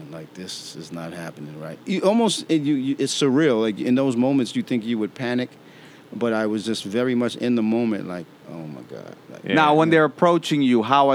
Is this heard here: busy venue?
yes